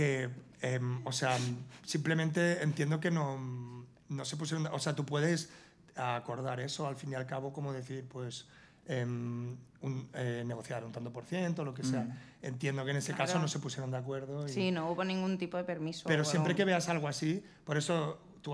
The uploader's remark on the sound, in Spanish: Último programa grabado en el festival Soy Meme.